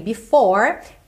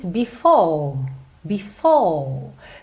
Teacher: esse R meio que não existe no inglês britânico. O que eles fazem é alongar a vogal anterior. · Shown in: second take